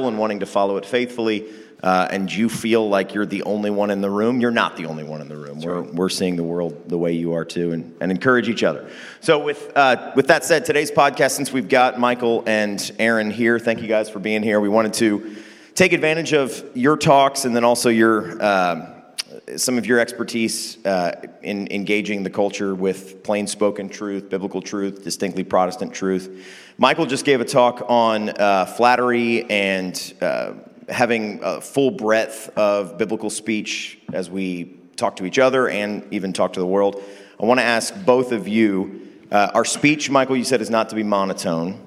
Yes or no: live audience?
yes